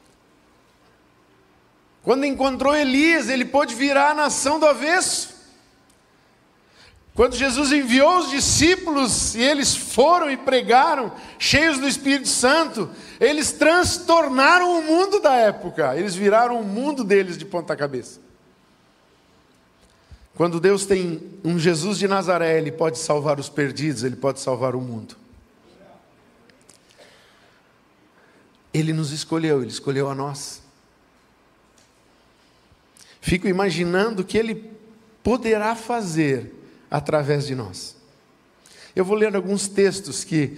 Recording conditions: large echoing room